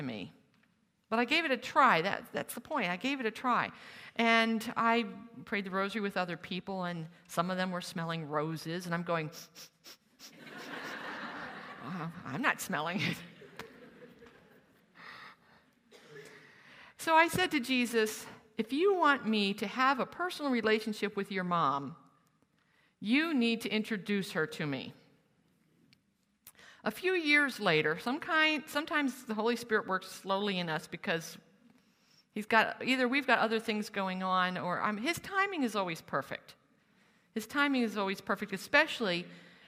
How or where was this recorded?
live audience